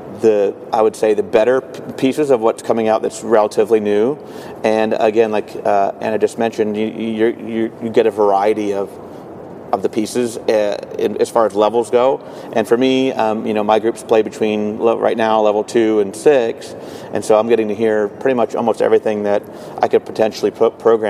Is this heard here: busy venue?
yes